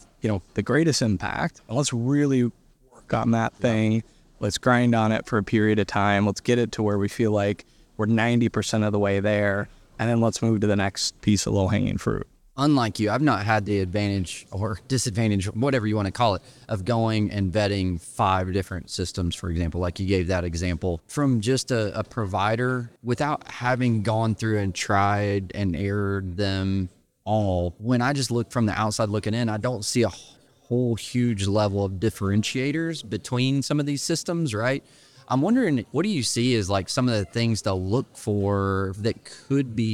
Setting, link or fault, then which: setting, busy venue